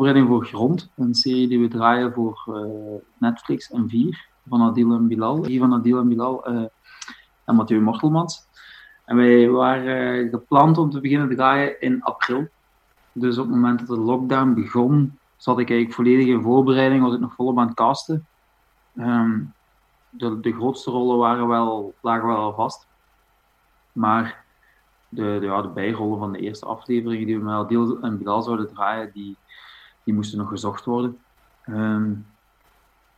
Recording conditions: video call